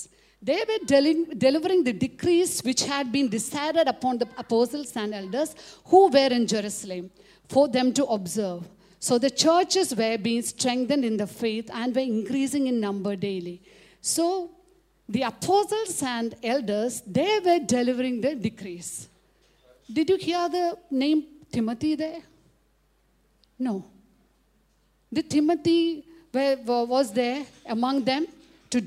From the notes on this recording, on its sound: preached at Sunday Service on 3 December 2023 at Revelation Church